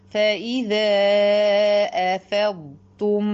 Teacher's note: فإذا أفضتم هتقولي أفضتم، ما تدخليش الضاد في التاء، ادي الضاد حقها الأول، رخوتها وتفخيمها واستطالتها وبعدين ادخلي على التاء